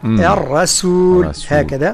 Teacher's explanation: حذاري من تفخيم السين من الرسول. لا نقول الرسول.